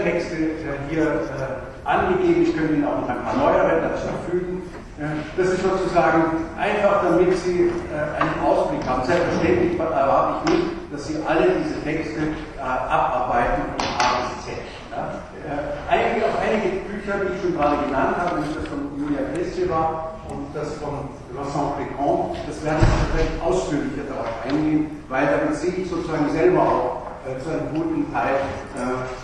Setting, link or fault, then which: setting, large echoing room